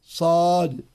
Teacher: فيجب على القارئ أن يلفظ بها أي الصاد مفخمة كما يلفظ بها عند تقطيع الحروف، تقول أليف الباء التاء، تقول الصاد صاد، إذا قلت نون صاد.